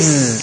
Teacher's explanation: When you say iz, the sound is continuous. But there is no breath. · Term: jahr and rakhawa